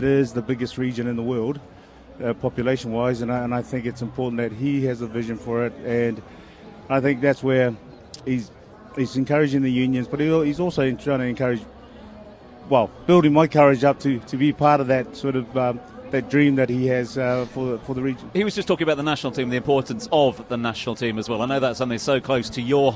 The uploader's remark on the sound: The Grill Live at Rugby 7s. The event to remember is celebrating its 50th anniversary of bringing nail-biting action, great crowds, a party atmosphere, and top class entertainment all together.